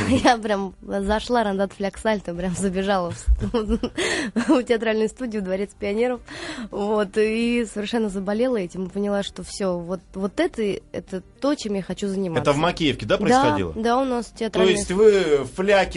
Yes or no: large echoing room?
no